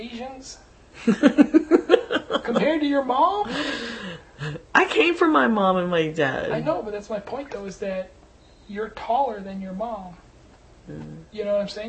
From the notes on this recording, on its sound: First recording on a little digital recorder, but there is no mic so it's still rough...